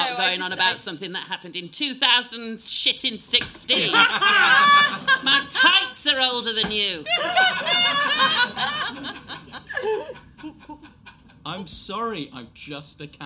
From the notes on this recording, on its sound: Live At Above The Stag. A chaotic live extravaganza direct from the big, camp Above The Stag cabaret room.